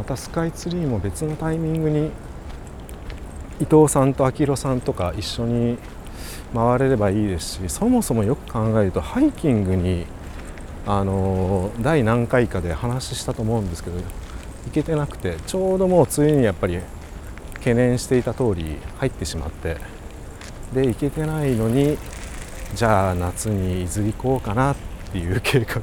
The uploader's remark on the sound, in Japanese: 浅草寺をスタートして花やしき方面、六区ブロードウェイ商店街へ、雷門に戻ってそこから隅田川方面に行って収録してきました。